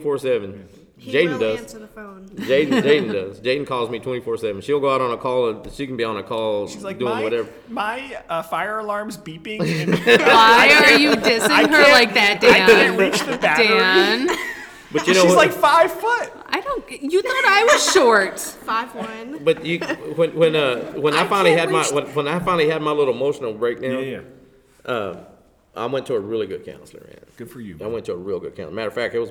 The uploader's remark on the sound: Live From Texas Animal Control Association's 48th Annual Conference